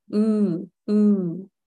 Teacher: 唇をあんまり丸めないように